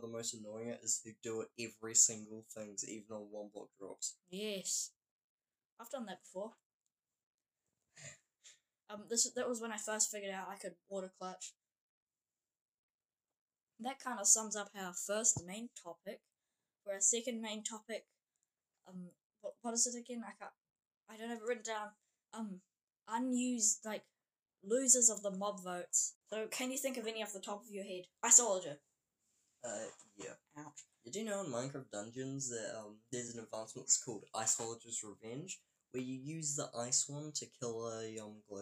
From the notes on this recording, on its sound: Just a warning, the audio is a little bit jumpy.